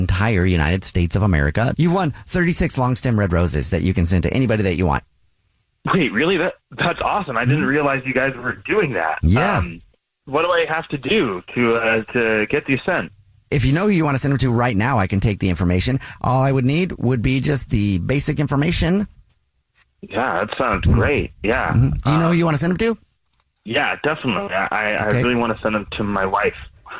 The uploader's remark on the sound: Someone calls The Jubal Show because they think that their partner is cheating so we call them. We have a listener on the phone.